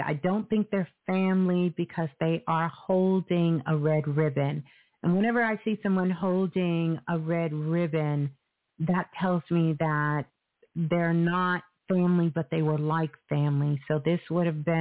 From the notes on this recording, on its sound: Live Call In Show.